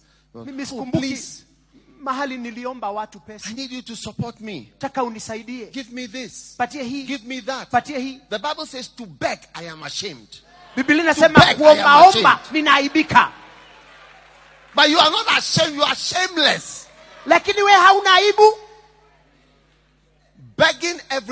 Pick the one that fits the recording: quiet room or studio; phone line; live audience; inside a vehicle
live audience